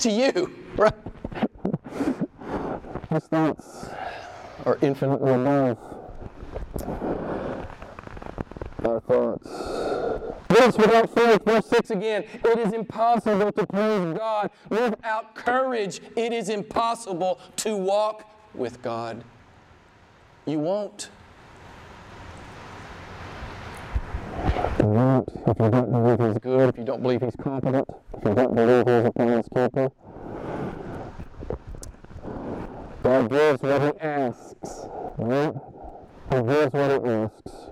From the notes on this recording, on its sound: (suboptimal audio)